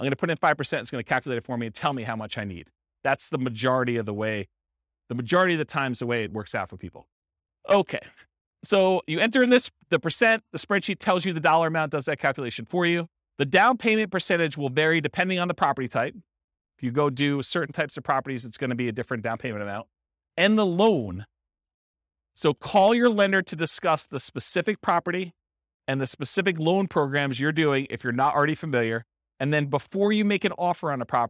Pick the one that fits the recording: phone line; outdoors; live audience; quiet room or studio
live audience